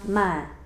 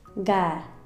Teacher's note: Otro ejemplo sería la palabra más, que la alargamos, la a se alarga y suena ma